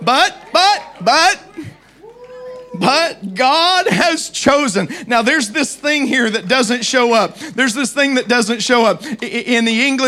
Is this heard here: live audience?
yes